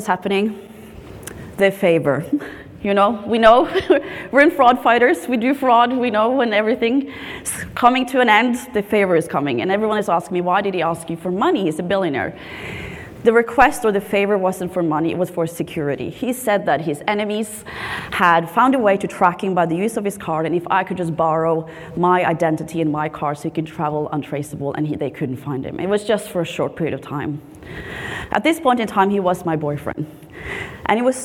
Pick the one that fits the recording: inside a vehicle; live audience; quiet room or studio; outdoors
live audience